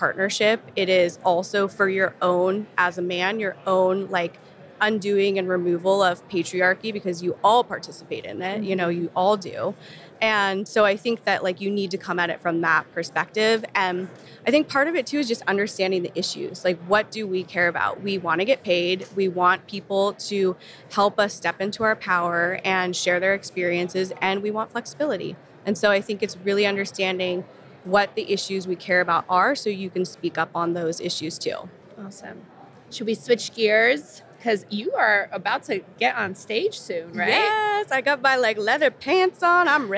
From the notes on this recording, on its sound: interview on the show floor of last year’s B2B Sales & Marketing Exchange